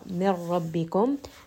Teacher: there is no noon sound. No need to bring this up into the nose. Just merge straight from that meme into the ra. · Term: idgham without gunna